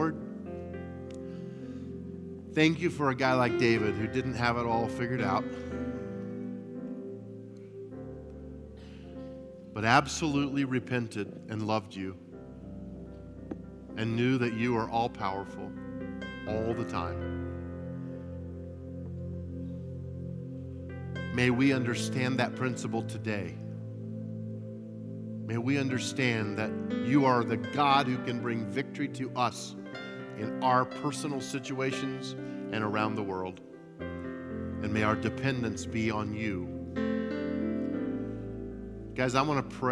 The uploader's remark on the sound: At Timberline Church - Audio. Live.